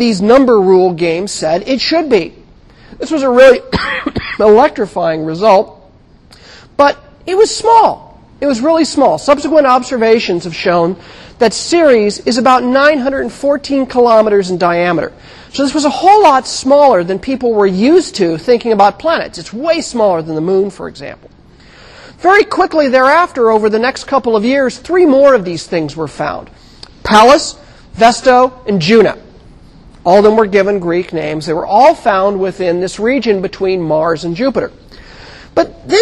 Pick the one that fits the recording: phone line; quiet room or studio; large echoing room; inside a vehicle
large echoing room